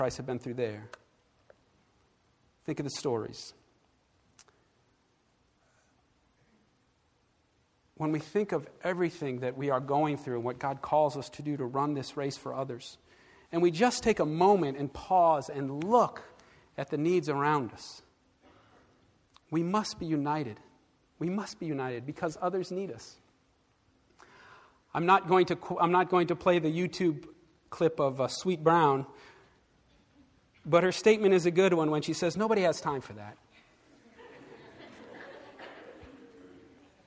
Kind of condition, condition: setting, large echoing room